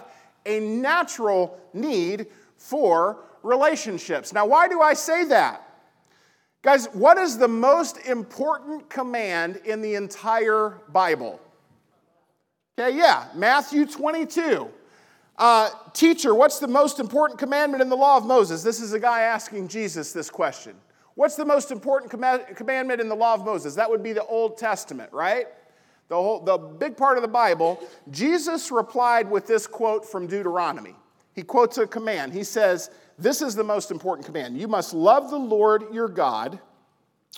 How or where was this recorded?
large echoing room